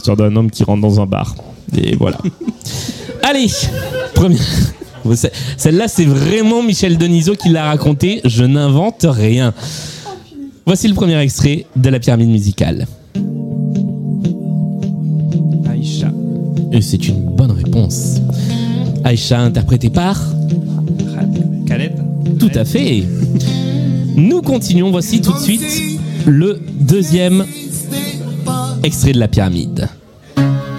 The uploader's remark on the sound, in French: Toujours en public au Motel de Paris